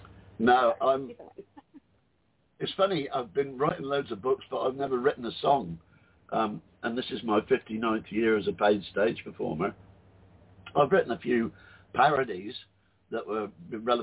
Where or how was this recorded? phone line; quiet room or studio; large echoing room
phone line